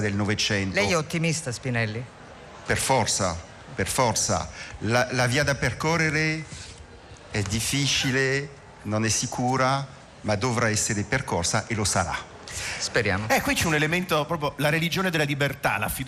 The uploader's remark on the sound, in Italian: In diretta dalla Nuvola ! Alla fiera "Più libri più liberi".